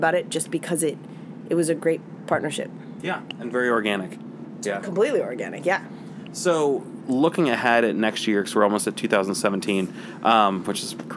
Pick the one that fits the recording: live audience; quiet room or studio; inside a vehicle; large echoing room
inside a vehicle